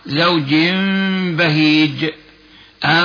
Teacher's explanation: إقلاب النون الساكنة أو التنوين ميما مخفى مع بقاء الغنة بمقدار حركتين · Term: الإقلاب